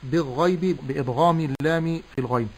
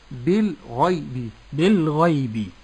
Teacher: نعم ثم بعد ذلك بالغيب الباء مكسورة، أقول بي لام ساكنة بالغا، وهذه لام قمرية مظهرة · Shown in: second take